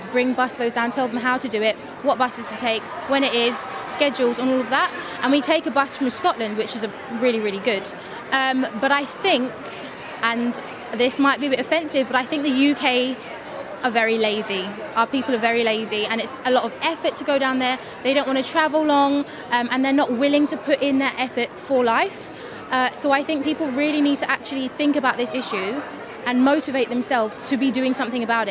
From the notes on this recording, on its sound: At the 2020 March for Life in Washington